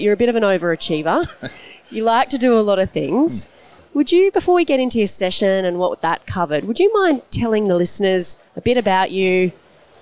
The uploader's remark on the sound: Recorded at the 2022 FPA Professionals Congress